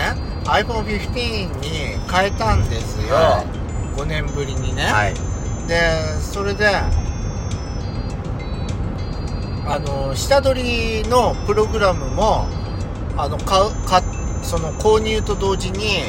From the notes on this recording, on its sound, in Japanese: ドライブ収録 #ロードノイズごめんね